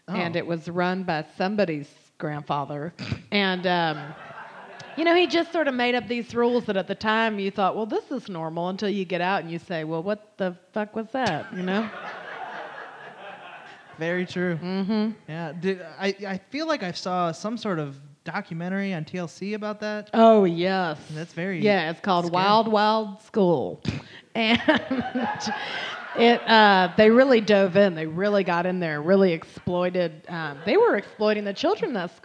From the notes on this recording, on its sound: LIVE at Detroit Women of Comedy Festival. In our very first live episode, we celebrate at the Detroit Women of Comedy Festival.